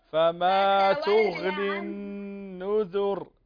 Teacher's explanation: عندنا النون مشددة تغن بمقدار حركتين